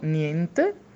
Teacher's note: IE è sempre chiuso